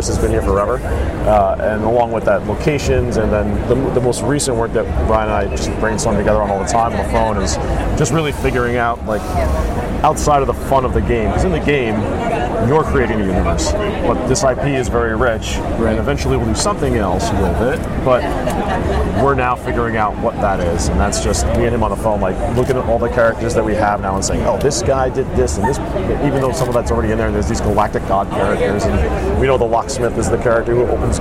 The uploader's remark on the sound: LIVE from SDCC '23